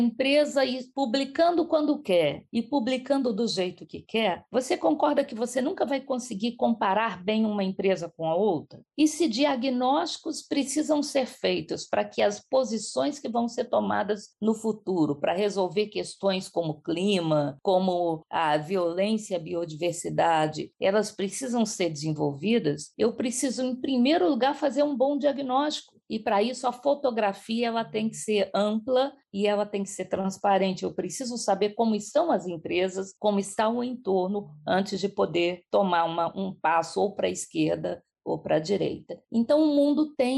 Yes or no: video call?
yes